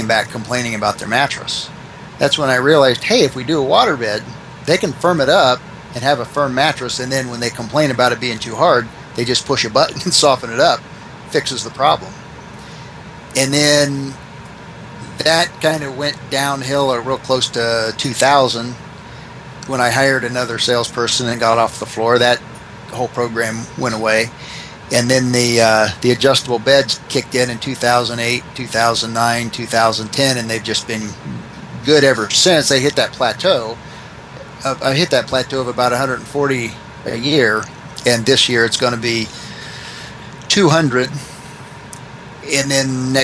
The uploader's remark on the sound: Please excuse the noise from the AC. Small store in Van Wert, Ohio with a population of 10,774.